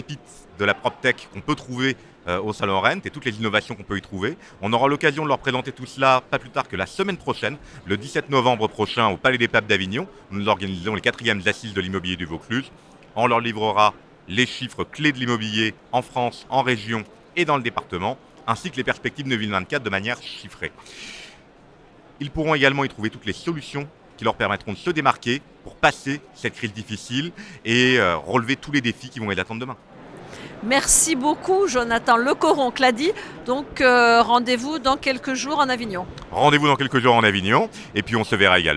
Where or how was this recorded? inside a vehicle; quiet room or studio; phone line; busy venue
busy venue